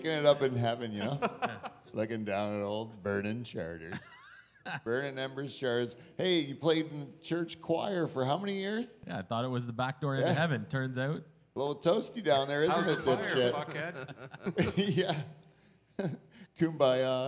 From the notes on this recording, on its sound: We have a real live audience of shareholders, a new sweet set and our trusted wheel.